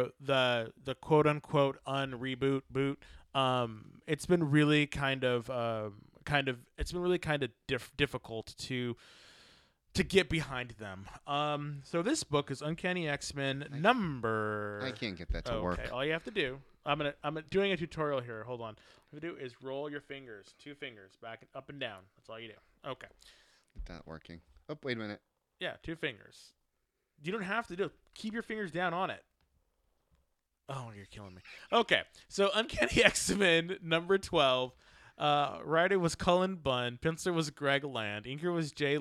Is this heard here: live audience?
no